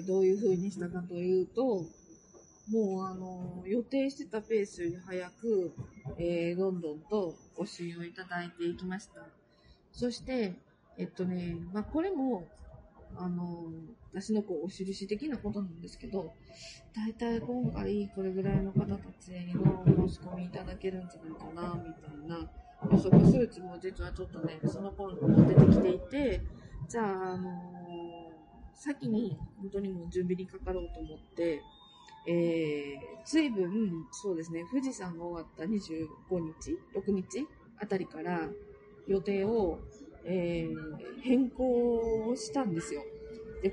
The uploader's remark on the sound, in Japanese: 新幹線の車中で収録をしたので。かなり雑音が入って聞きづらいですが、。